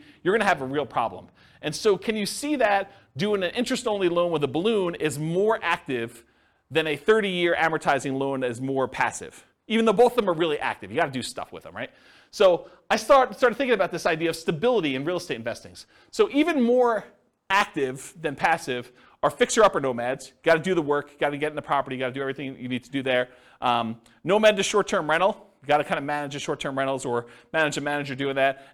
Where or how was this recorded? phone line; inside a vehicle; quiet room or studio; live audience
live audience